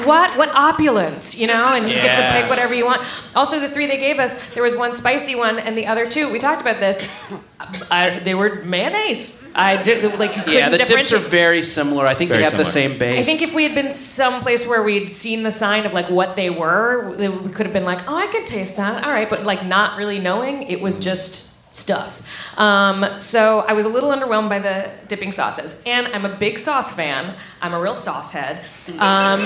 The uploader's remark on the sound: Recorded live in SF at Cobb's Comedy Club as part of SF Sketchfest.